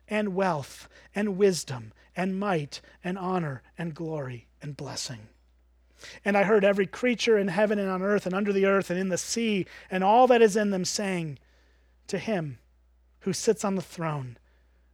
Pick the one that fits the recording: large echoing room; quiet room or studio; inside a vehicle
large echoing room